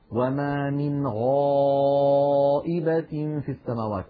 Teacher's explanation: وهي أيضا حرف رخو يعني قابل للمط، فصوتها قابل للتطويل، فلذلك ليست هي من حروف أجد قط بكت الحروف الشديدة، وليست من حروف لن عمر الحروف بين الرخوة والشديدة. الغين حرف مستعل، عندما ننطقه ينضغط صوته إلى قبة الحنك فيعود الصوت وله رنين، هذا الرنين يسميه علماؤنا التفخيم.